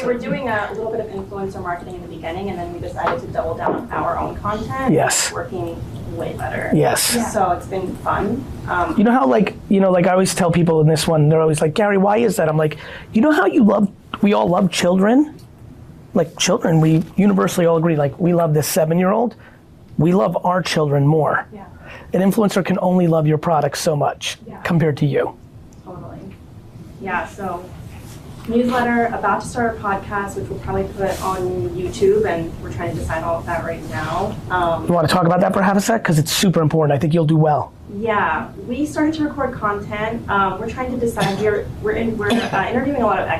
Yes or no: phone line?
no